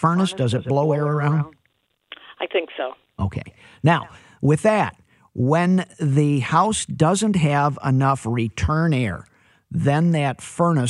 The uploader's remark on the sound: takes phone calls from listeners